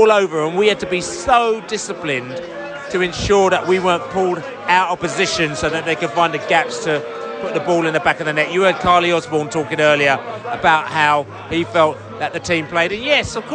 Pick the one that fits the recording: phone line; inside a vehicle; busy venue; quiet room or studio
busy venue